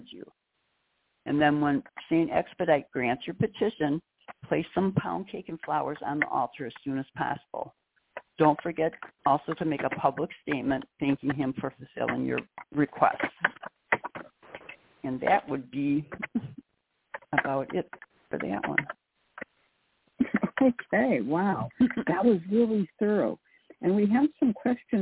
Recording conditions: phone line